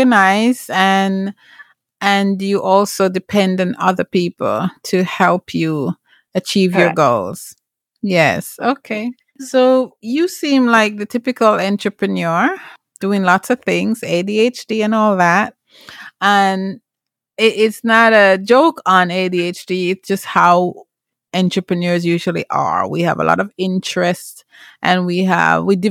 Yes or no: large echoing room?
no